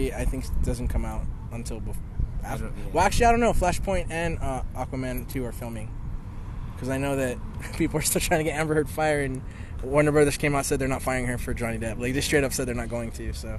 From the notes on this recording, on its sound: We really fast recorded our thoughts in the parking lot of AMC after watching the Suicide Squad in Dolby Vision. This was done on the fly off a cell phone minus the intro that I put in front of it when I got home to upload it.